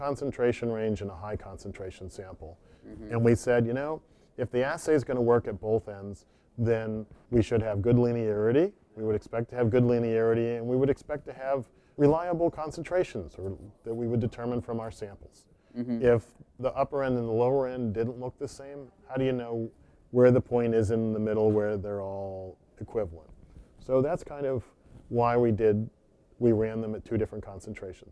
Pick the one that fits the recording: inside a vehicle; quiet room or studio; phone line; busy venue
busy venue